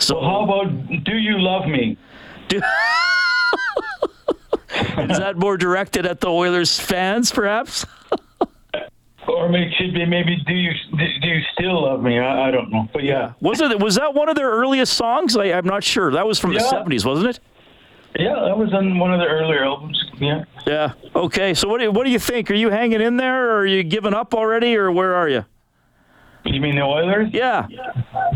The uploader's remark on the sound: takes callers